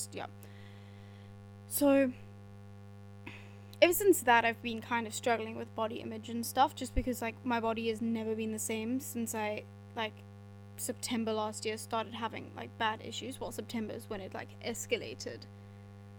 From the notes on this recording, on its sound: Apologies for the poor quality sound - we are working on this for the future.